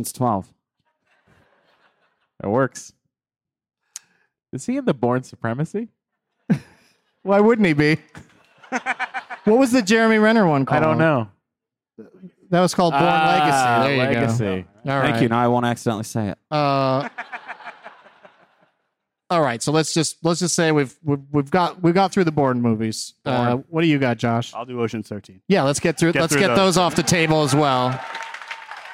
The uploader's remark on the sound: Live from the Wilbur Theatre in Boston